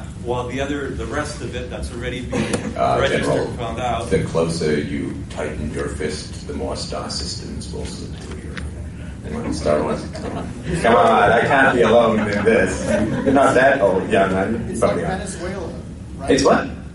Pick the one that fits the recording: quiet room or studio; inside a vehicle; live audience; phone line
live audience